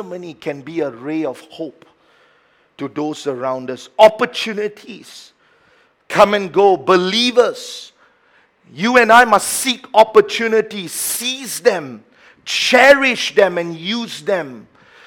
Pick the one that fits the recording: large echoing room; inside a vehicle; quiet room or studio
large echoing room